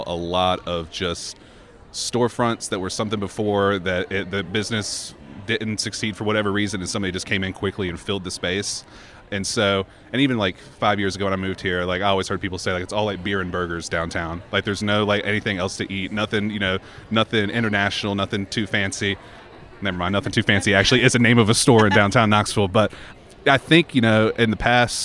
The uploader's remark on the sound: The conversations recorded at the Endeavor Summit, held Oct. 19 at Bridgewater Place.